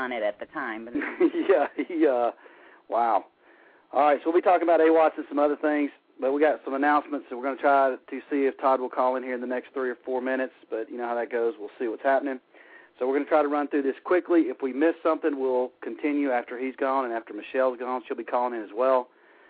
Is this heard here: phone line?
yes